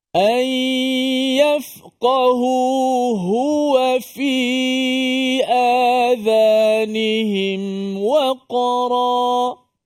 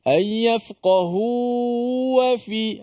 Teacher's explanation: Yang mana sebelumnya berbaris di depan, kena hati-hati supaya tak hilang suara ha pada hu itu. · Shown in: first take